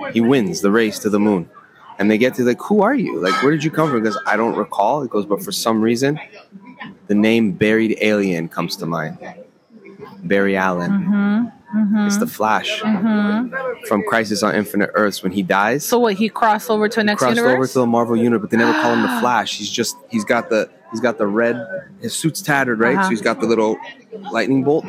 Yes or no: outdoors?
yes